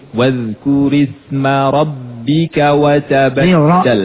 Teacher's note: Ri-nya tipis, ro-nya tebal.